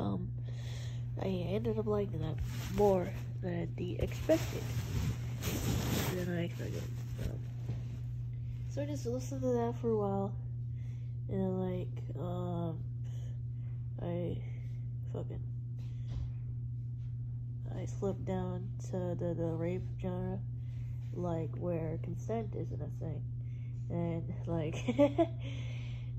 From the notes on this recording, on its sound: especially shitty audio on this one